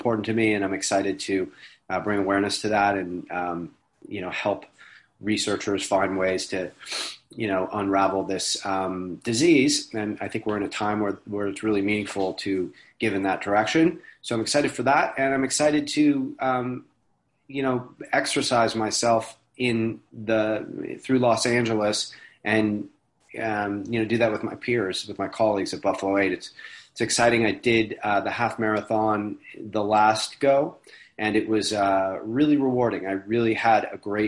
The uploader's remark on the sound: it was conducted over zoom